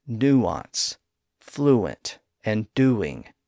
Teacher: And think about words like nuance, fluent, and doing. Again, that U or oo sound often bleeds over into the following vowel sound and becomes the first part of that second syllable · Term: W sound